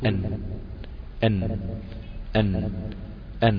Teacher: وانت بتقول الحرف لسانك ارتفع، التصق التصاق كامل بمنطقة اصول الثنايا اللي هي منبت الاسنان يعني، فقفل المنطقة · Term: حرف النون